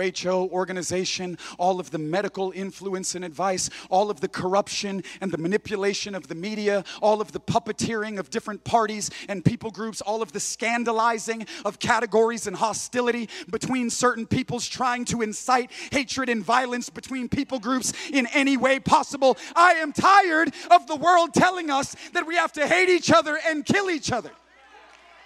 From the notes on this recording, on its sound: preaching for Converge Conference at Griffin Center Pointe Church in Griffin, GA.